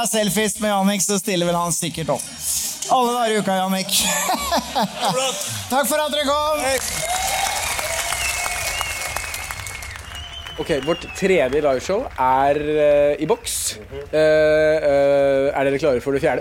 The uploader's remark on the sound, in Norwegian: Påskeshow Live fra Rockefeller Del 2